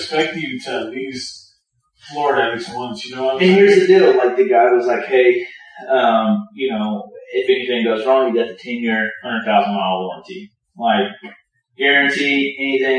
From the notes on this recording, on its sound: The audio quality remains bad